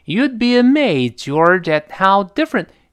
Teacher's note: 后面那个 George 声音往上略扬一点，因为 amazed 下降了，这个 George 就必然往上升一点，要么后面再降没法说了就。那 You'd be amazed, George, at how different George 紧跟着后面的 at 放在一块儿，可能会连到一块儿，读成 You'd